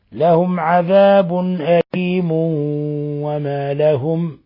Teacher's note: تنوين ضم جاء بعده حرف الواو، الحكم التجويد إضغام بغنة